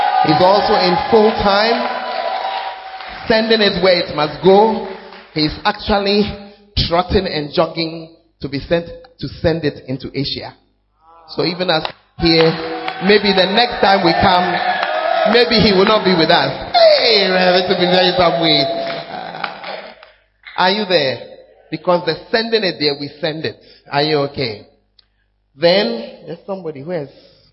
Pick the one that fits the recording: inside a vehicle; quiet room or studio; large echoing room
large echoing room